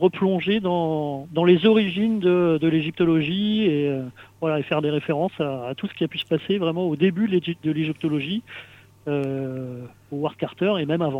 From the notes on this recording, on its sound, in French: reçoit par téléphone